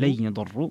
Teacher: هنا ترك الغنة في قوله لن يضروا